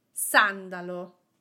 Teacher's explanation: these words do not have the accent on the syllable before the last one, but on the third to last syllable.